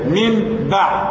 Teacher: والميم لما تيجي بعدها باء بينطبق الشفتين مرتين